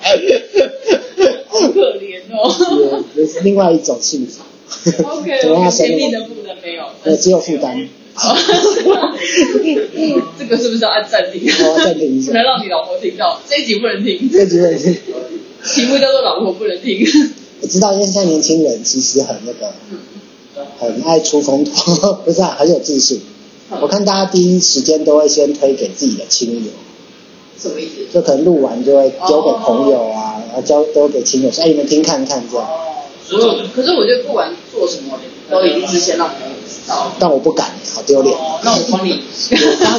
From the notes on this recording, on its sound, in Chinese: 麥克風測試，慎入！因為聽說ipadpro有媲美錄音室等級的麥克風。聲音有點砸，還有電動門的聲音。這音質有待進步。